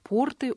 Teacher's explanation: «Порты» — ударение на первом слоге